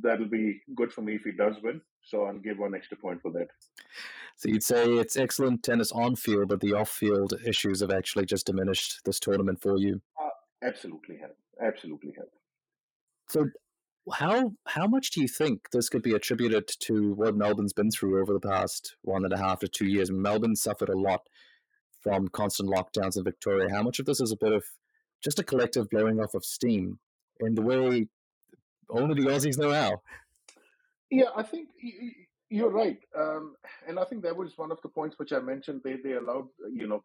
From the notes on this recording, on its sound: Our audio was caught offside this week. We do this in our bedrooms!